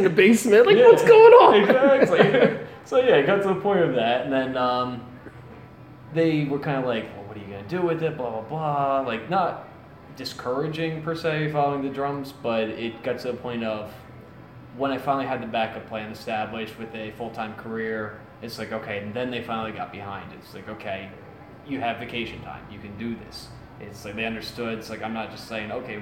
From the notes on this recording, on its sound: during a rehearsal session at Champs in Trenton NJ